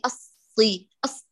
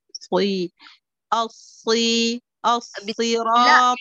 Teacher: ولا تقولي الصي بالانفتاح، حافظي على إطباقه · Shown in: second take